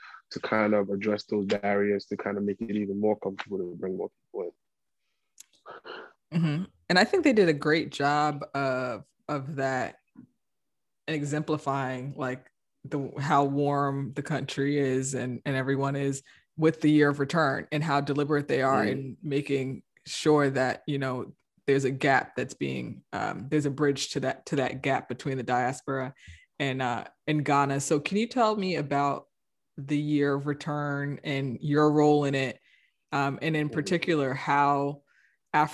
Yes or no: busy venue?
no